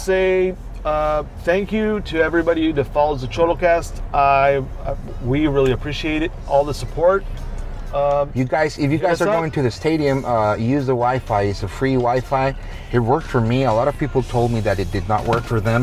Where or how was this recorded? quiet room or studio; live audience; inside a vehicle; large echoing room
inside a vehicle